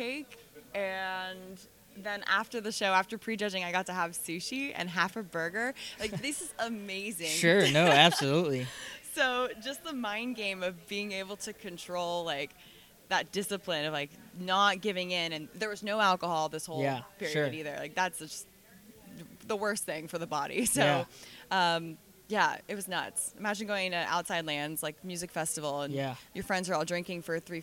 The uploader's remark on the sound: On the first interview from SSPT Live.